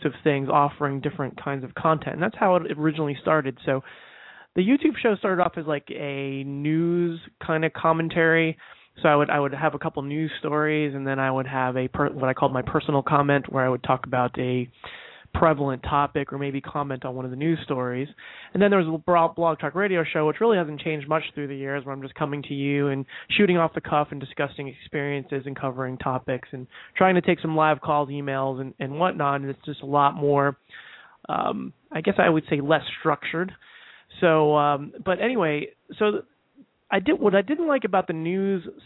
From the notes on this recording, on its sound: takes live calls